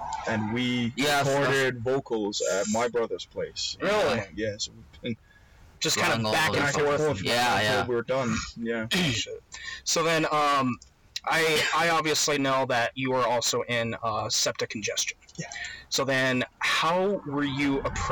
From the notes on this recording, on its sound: for some reason the audio came out really fucked up in this one, despite everything we tried the audio is still fucked, apologies!